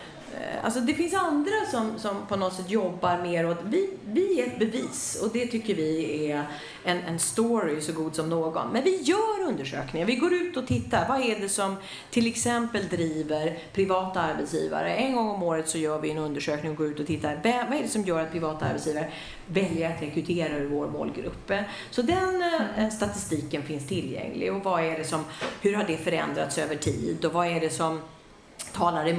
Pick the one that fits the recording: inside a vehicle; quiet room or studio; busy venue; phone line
busy venue